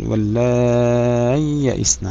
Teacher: يظهر الياء الأولى ولا يدغمها في الثانية